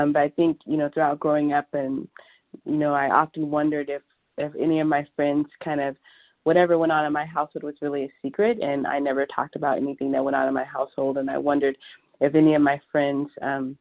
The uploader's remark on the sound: 100 Pounders Phone Meeting